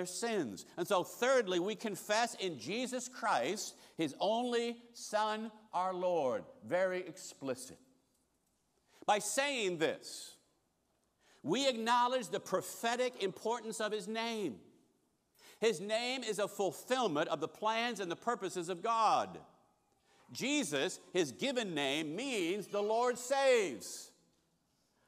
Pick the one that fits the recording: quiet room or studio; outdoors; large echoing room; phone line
large echoing room